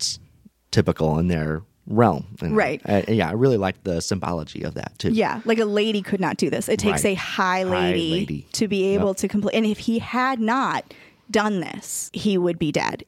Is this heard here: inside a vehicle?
no